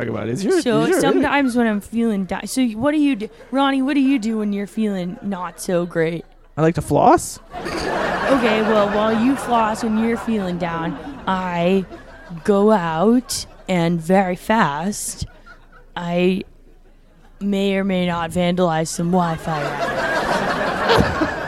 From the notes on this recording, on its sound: Recorded at Improv Asylum in Boston Massachusetts.